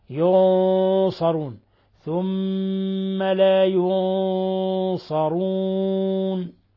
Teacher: إخفاء حقيقي يعني هنا نلاحظ الغنة كيف مفخمة أكثر من غيرها بسبب الصاد، لأن الصاد حرف استعلاء وحرف إطباق، حرف مفخم · Term: تفخيم الغنة